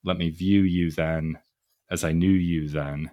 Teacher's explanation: The stress syllables there would be the view and the new, and the you then is sort of gets swept along with that. · Term: feminine rhyme